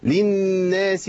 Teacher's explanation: نون مشددة لابد ان غنها زي ما نغنها